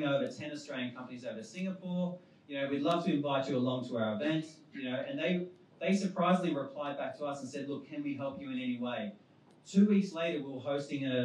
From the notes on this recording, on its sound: Recorded on our launch at WeWork Pyrmont in August